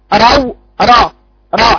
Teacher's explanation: روح راء مفتوحة يفتح الراء وإياك تخرجي معها نفس